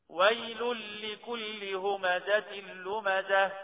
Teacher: راح التنوين راح خالص في اللام